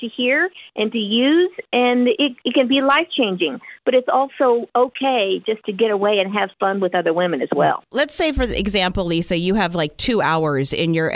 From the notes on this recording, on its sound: spent some time on the phone